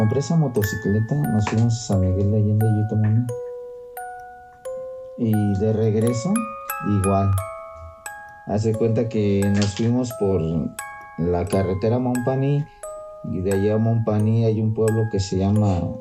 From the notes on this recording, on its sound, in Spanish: Una disculpa por el ruido de fondo puesto que no obtuve un lugar mas tranquilo para grabar trate de minimizar el mayor ruido posible, por si notas cortes fue por eso.